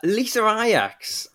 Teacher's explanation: did you just introduce an intrusive R in between the Lisa and the Ajax there?